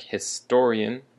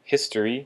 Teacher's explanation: unlike historian, that has the emphasis on the second syllable, history has the emphasis on the first syllable